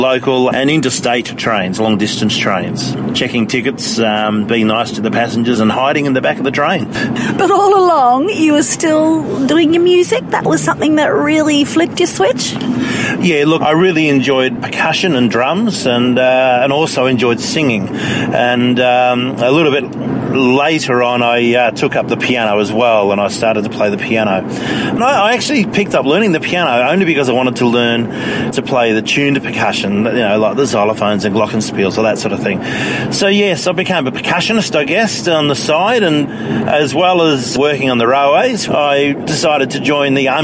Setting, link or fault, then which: setting, inside a vehicle